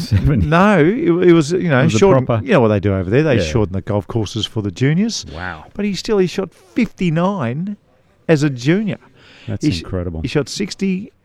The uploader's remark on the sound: Today we're coming live from the famous Huntingdale Golf Club which is undergoing a huge redevelopment, we're in the lounge looking over piles of dirt with tractors and dump trucks everywhere